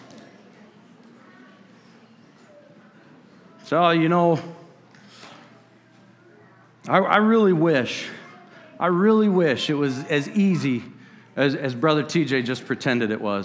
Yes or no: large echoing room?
yes